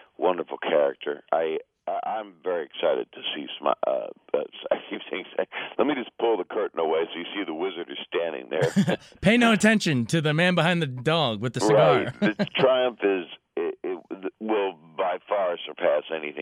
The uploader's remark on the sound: called in when he hosted "A Capitol Fourth” in Washington D